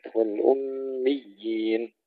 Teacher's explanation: وننتبه إلى والأميين إلى مد التمكين، هنا تشديد الياء الأولى ثم مد الثانية حركتين